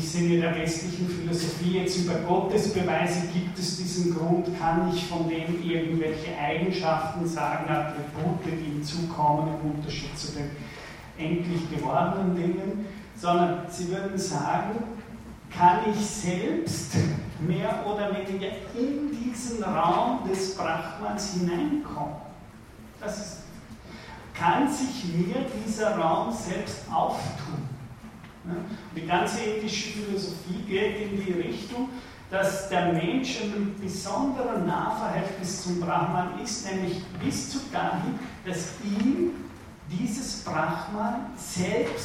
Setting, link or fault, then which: setting, large echoing room